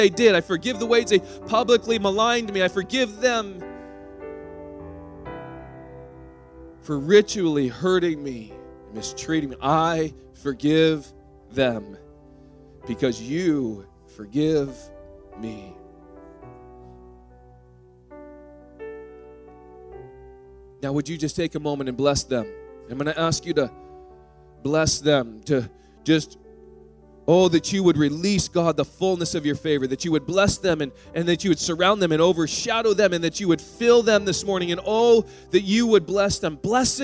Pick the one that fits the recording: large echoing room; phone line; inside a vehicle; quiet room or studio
large echoing room